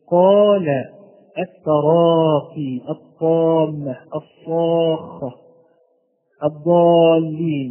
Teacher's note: كل هذه الألفات ألفات مفخمة